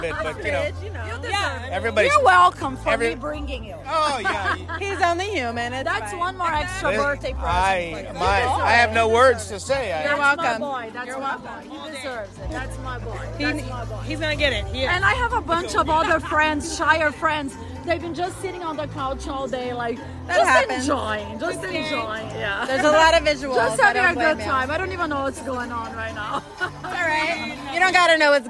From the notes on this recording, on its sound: LIVE EPISODE FROM THE HOTTEST POOL PARTY IN VEGAS.